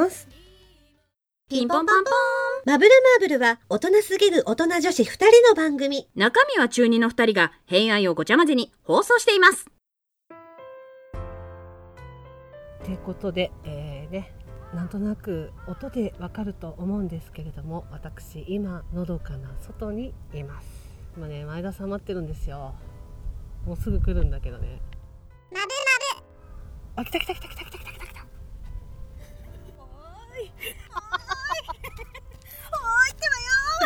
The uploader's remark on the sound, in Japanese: 再会の瞬間とってみました！風の音で音質が史上最強に悪くて本当に申し訳ないです。